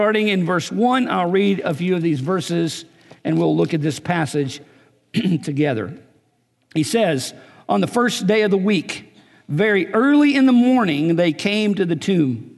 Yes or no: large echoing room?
yes